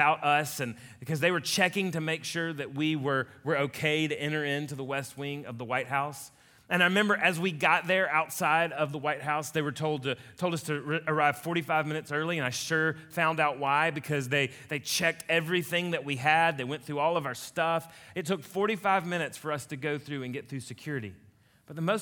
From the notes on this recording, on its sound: A message he delivered to Colonial Heights Baptist Church in Ridgeland, Mississippi.